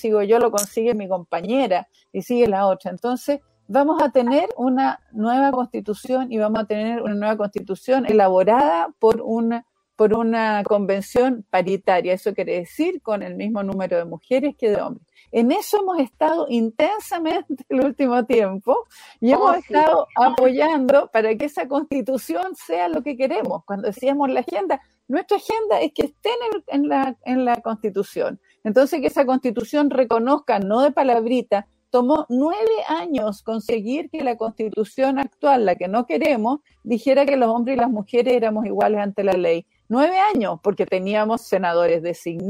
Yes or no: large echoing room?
no